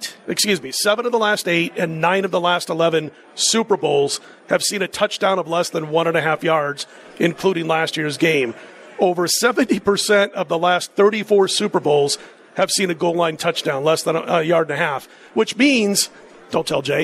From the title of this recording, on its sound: Live from the Super Book at Westgate Las Vegas